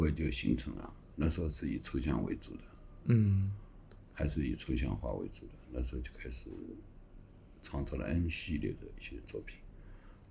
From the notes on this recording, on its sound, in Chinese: 本期录制时环境比较嘈杂